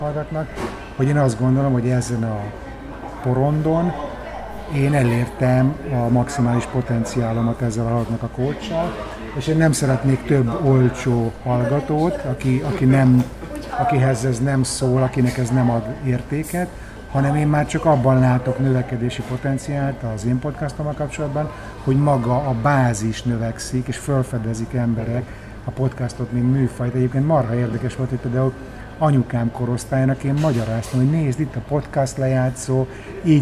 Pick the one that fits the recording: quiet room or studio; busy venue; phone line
busy venue